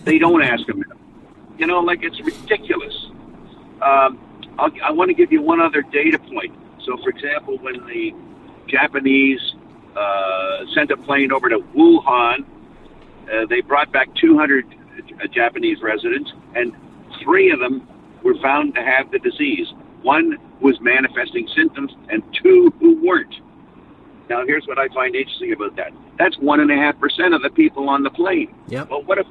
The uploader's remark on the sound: As he drives down the freeway.